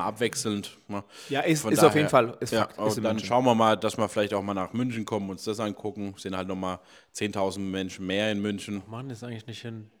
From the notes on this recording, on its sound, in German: live aus dem Waldstadion in Frankfurt